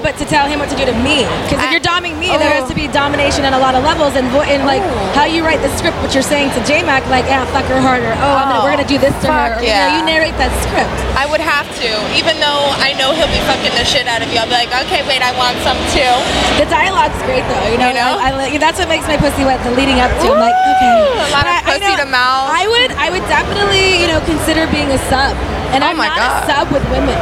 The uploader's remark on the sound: recorded during Exxotica convention